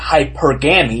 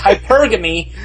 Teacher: the emphasis is on the middle syllable · Shown in: second take